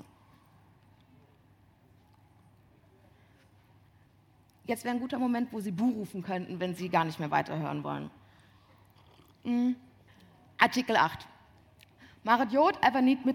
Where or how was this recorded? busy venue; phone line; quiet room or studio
busy venue